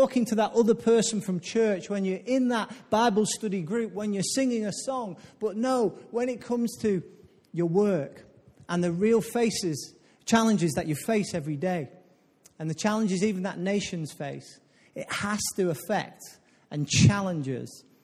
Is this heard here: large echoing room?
yes